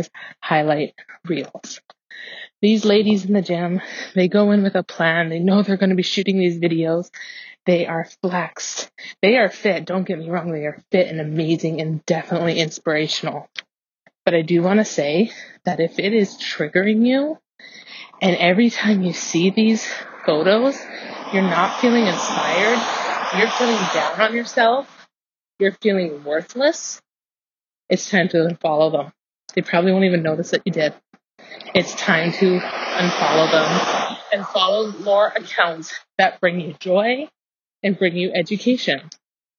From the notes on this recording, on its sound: I started recording on my walk (sorry for the audio guys)